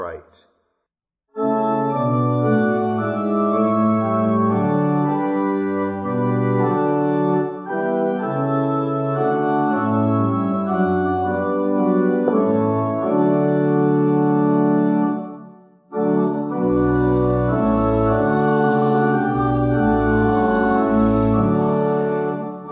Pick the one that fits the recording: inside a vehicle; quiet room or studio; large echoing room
large echoing room